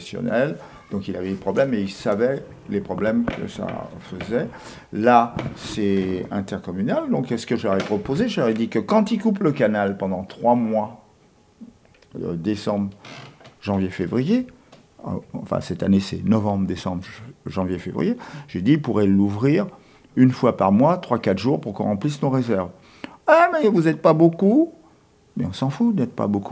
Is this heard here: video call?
no